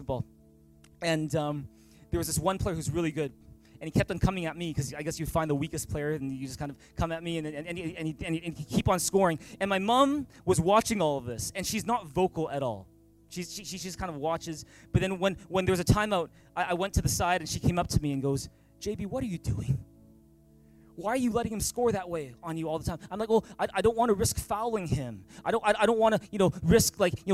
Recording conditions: large echoing room